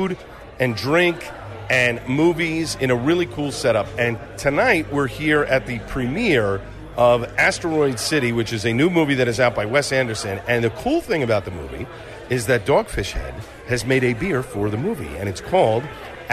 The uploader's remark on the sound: live from a screening of the movie.